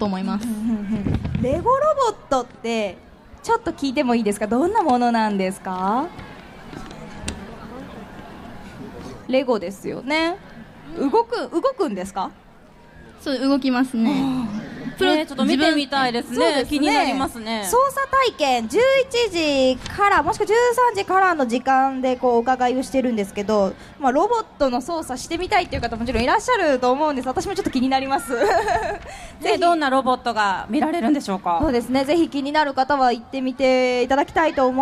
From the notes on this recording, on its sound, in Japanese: 北区民ふれあいまつり2017 ステージ。公開生収録。会場の皆様。